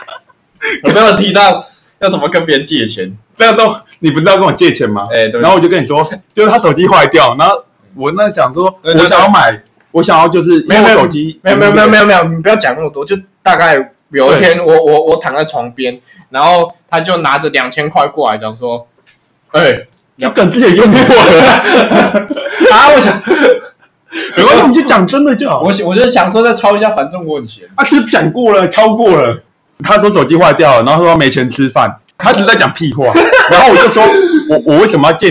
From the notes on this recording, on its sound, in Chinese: 雜貨店錄音品質。